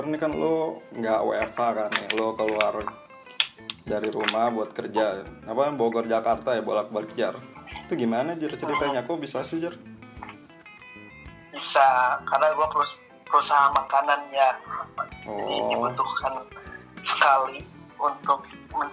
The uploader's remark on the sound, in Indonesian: Obrolan di ambil melalui voice call whatsapp dan pihak narasumber tidak mengetahui obrolannya direkam.